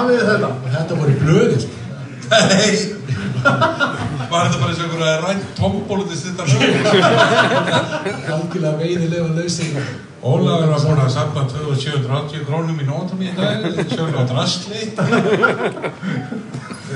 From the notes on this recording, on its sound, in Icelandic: Já, þessi þáttur var live og við viljum benda á að hljóðgæðin eru ekki frábær. Þátturinn endar fremur snögglega en það var út af þessum margfrægu tæknilegu örðugleikum.